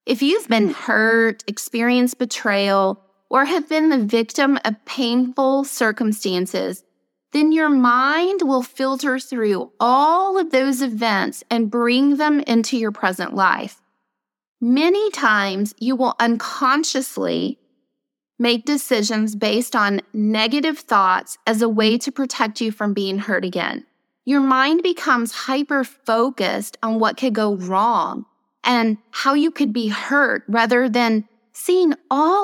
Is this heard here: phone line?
no